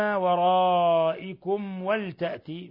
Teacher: ميم ساكنة جاء بعدها الواو، إظهار شفوي، بل هو من أشد حالات الإظهار الشفوي. إذا وقعت الميم الساكنة بعد الفاء وبعد الواو تكون أشد حالات الإظهار الشفوي إظهارا.